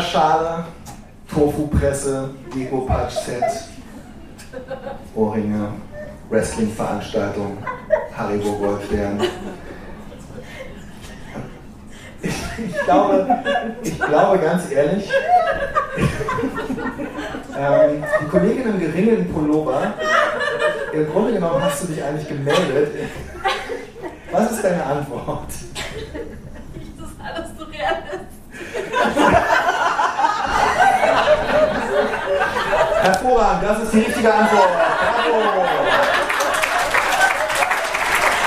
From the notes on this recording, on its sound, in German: Wir feiern hundert Folgen „sexy & bodenständig“ mit der Live-Aufnahme unseres Jubiläums-Podcasts in der Lettrétage in Berlin-Mitte.